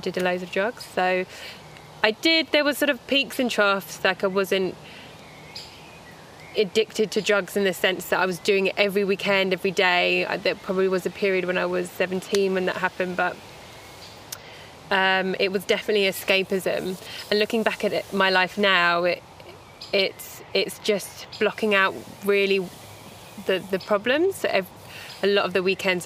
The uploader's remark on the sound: Recorded al fresco in Epping Forest